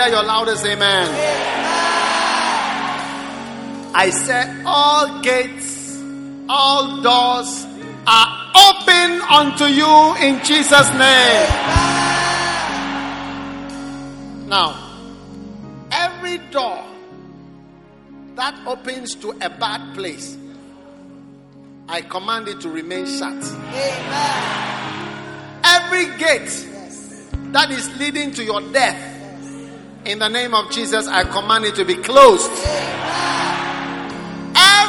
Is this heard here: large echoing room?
yes